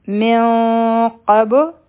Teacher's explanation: په نون باندې چونکې سکون ده او مخکې قاف راغی نو دلته به اخفا کو